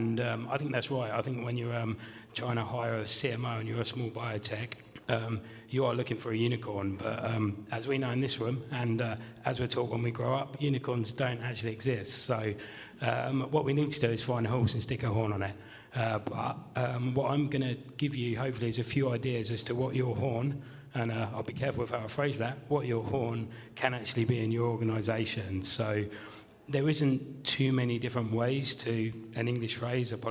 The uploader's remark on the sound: In this session recorded at CMO Summit 2022